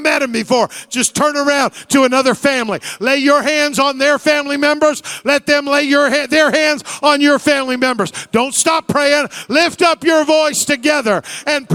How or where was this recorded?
large echoing room